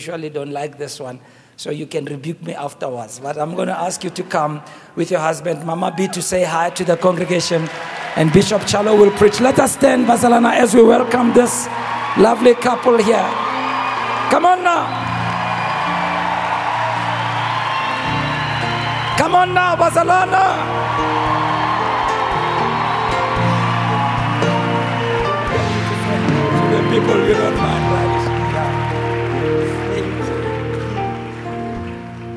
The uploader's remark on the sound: Preached at Grace Bible Church Pimville on the 01st of October 2023.